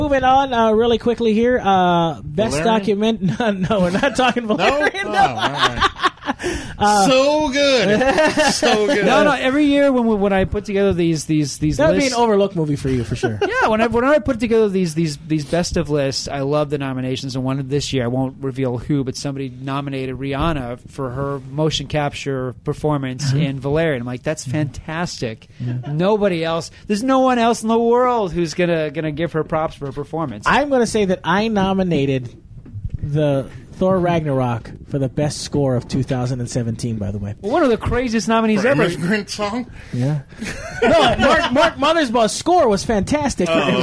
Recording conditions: busy venue